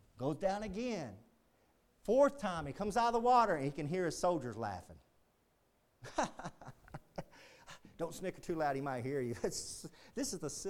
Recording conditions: large echoing room